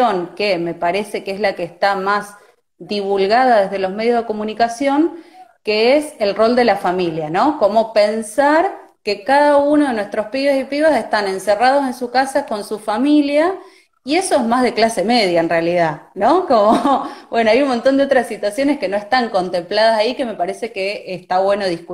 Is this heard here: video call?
yes